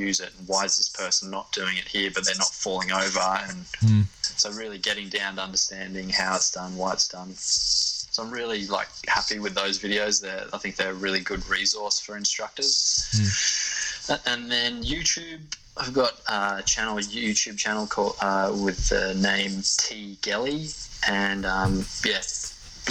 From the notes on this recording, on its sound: The sound quality is not amazing on this one as it was done over Skype.